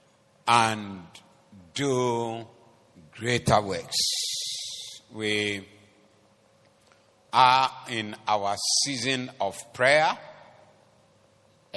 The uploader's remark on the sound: Preached at the Doxa Service